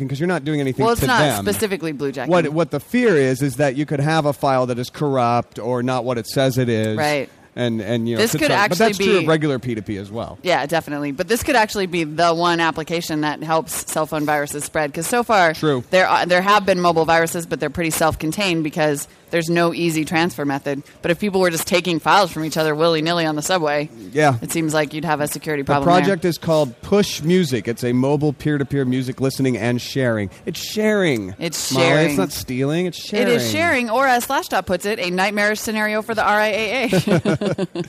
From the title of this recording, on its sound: Special Saturday show from CES!